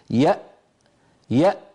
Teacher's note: فنجد بأن الوترين الصوتيين ينقفلان تماما ولا يبقى مجال لمرور ذرة من الصوت · Term: همزة ساكنة